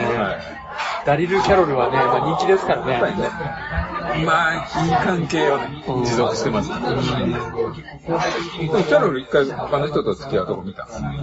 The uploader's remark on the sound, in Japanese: 今回は居酒屋収録のため音声が悪いです。